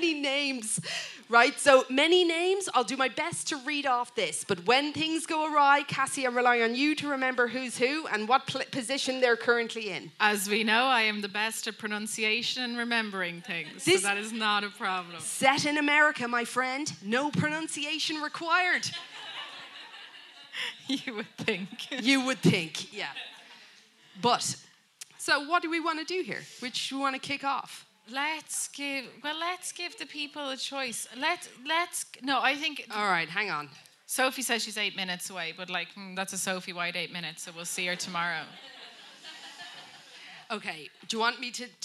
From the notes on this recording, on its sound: LIVE at the lighthouse